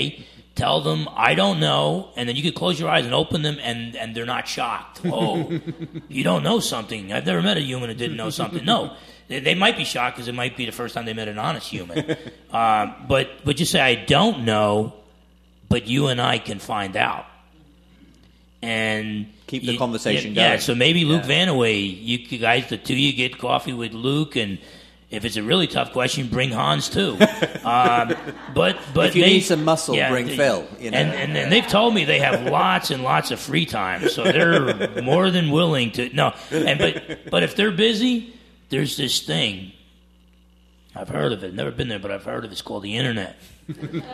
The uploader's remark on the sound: For a live audience conversation at Quilcene Bible Church.